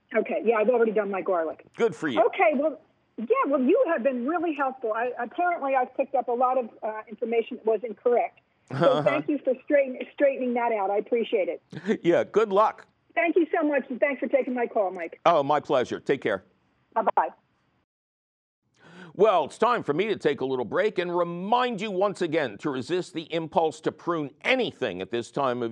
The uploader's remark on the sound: phone calls